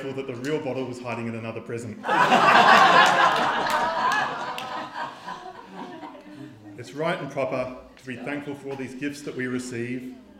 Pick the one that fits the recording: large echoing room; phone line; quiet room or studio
large echoing room